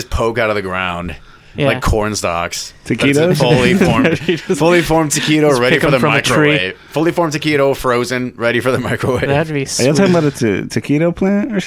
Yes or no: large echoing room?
no